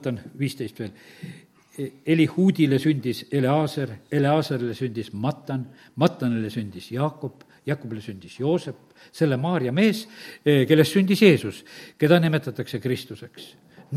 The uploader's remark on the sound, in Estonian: Audio salvestus koosolekult